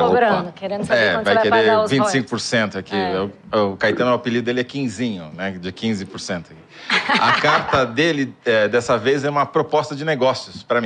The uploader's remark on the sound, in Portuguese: Ao vivo no Festival.